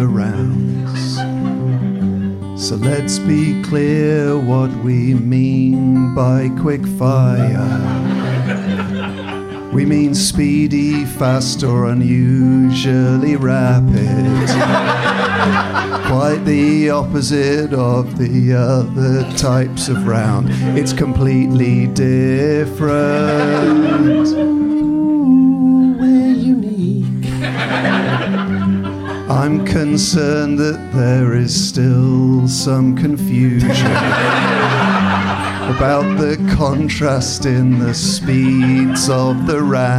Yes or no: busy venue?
yes